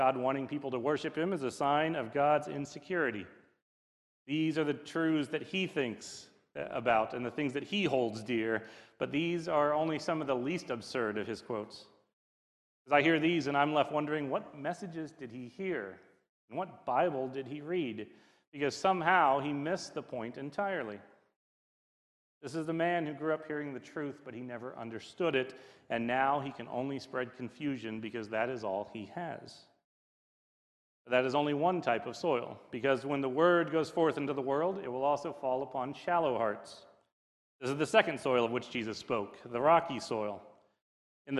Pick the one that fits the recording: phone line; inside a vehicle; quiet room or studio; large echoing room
large echoing room